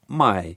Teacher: the fourth tone, going from high to low